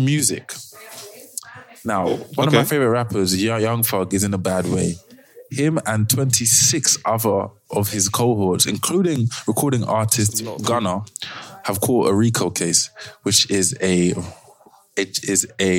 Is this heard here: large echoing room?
no